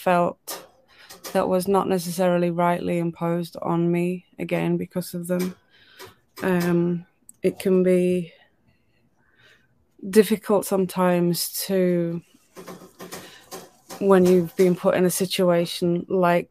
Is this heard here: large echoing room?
no